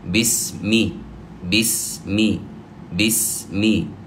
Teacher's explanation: وحرف السين جاء ساكنا فأعطيه حقه من الصفير وأبين أن هذا الحرف ساكن، وكذلك حرف الميم بسمي بسمي بسمي.